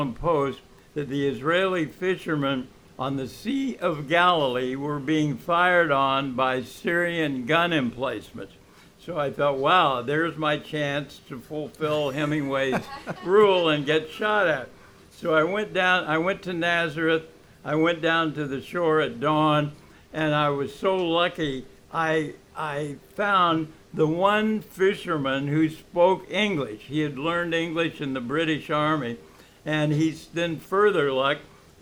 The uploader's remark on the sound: Recorded live at the legendary Red Key Tavern, September 19, 2016